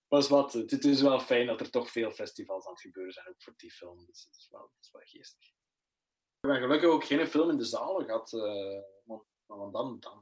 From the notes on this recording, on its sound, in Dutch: Het interview gebeurde op een covid veilige manier over zoom